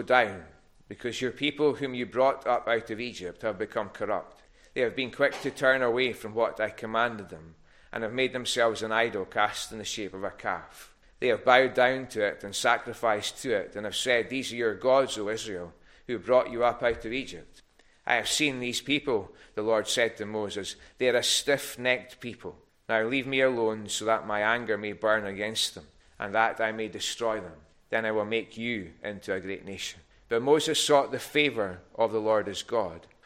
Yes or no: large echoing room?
yes